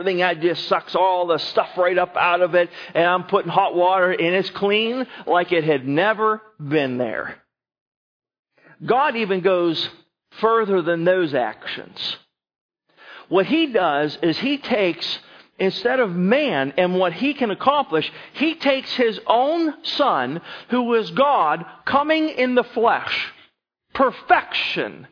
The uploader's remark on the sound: Sermon was recorded October 30, 2011 at Northside Baptist Church of Elkhart, Indiana